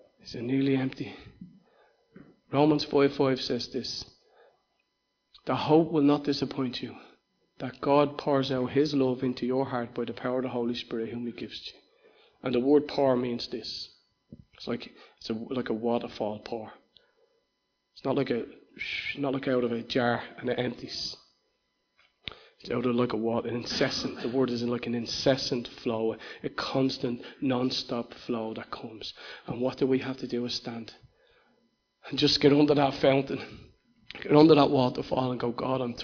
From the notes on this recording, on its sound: Recorded live in Liberty Church on 30th June 2019